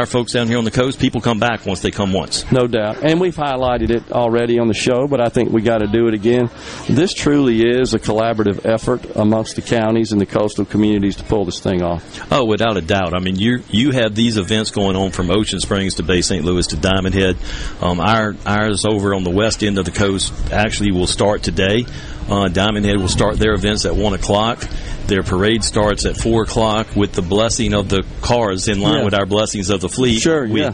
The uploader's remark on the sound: LIVE from the Biloxi Town Green for the 26th annual Cruisin' the Coast. He is joined by a variety of guests - from local business leaders to elected officials and everyone in between!